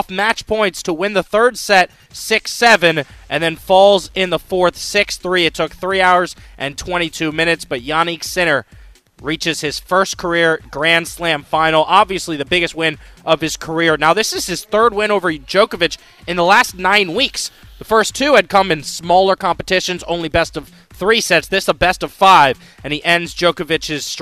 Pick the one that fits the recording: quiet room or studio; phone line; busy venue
busy venue